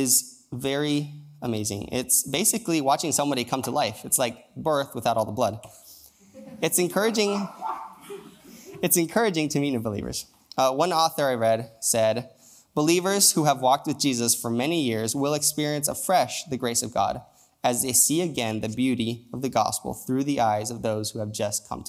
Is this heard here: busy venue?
no